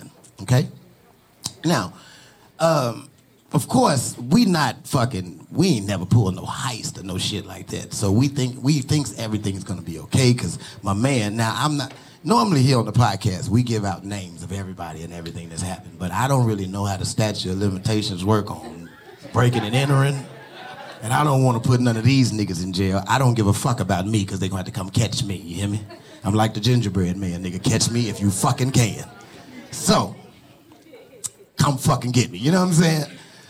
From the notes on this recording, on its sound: LIVE in Dallas.